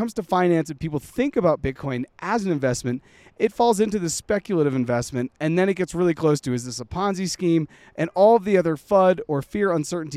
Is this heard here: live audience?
no